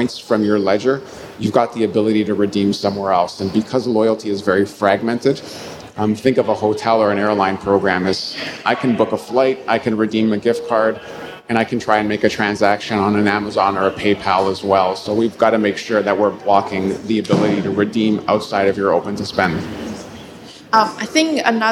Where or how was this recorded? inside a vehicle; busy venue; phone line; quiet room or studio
busy venue